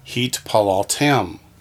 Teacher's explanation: Accent's going to be on the last syllable.